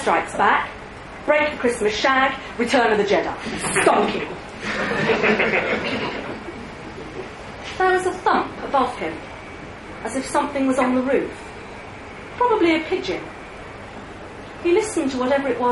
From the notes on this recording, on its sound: read live at the liars league